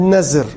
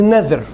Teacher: A nadhr, and most of the people, when they talk about a nadhr, they said nazr. They use the zad instead of th or dh.